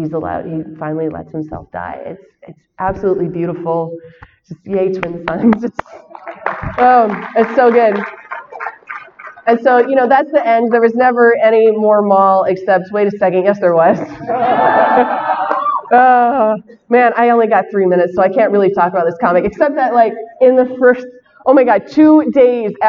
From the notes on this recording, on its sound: shares her panel from Celebration Chicago